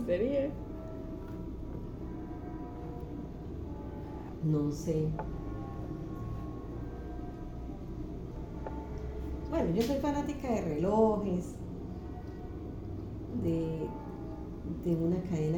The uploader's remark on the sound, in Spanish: Exteriorizando un poco el sentir, con ruido de fondo.